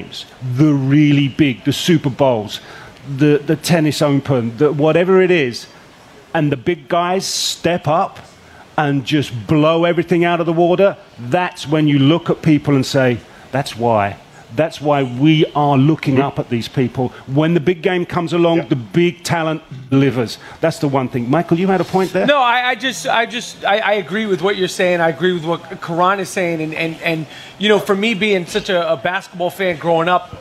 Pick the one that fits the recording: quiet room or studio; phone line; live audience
live audience